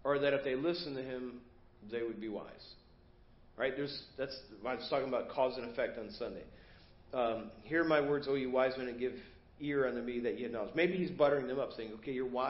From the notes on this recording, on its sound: Preached at First Baptist Church of Hazel Park